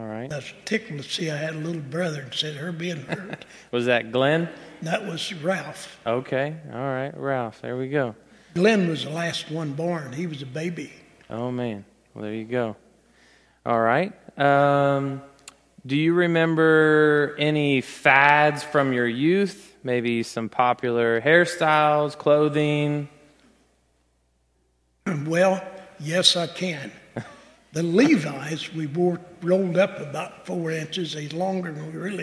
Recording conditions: large echoing room